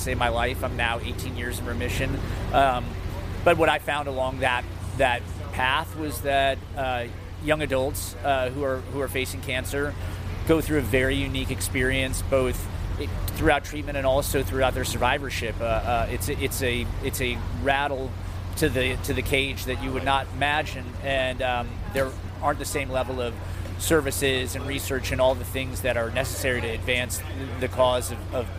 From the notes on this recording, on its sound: Special episode Live from Bonnaroo 2023. We meet backstage.